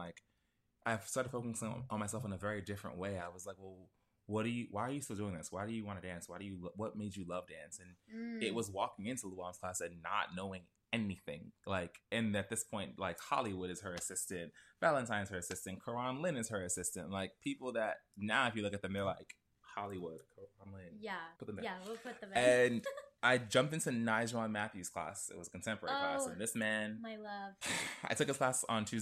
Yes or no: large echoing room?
no